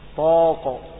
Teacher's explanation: يستحيل ترقيق الألف الواقع بين حرفين مفخمين مثل طاقة. لن تستطيع أن تقول عندما تقول طاقة تقول طاقة، صعب.